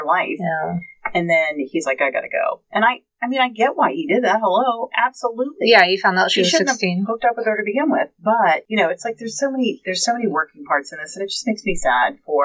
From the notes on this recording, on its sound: Sorry for the bad audio this week, we have no idea what happened, but we tried to clean it up as best we could!